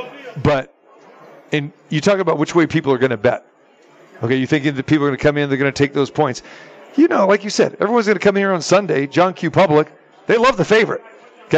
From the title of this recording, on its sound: Live from the Super Book at the Westgate Las Vegas